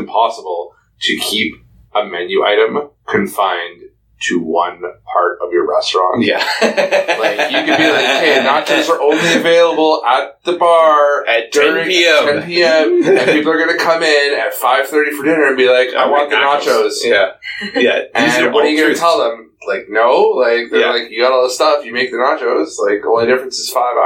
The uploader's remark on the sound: with apologies for sound quality issues...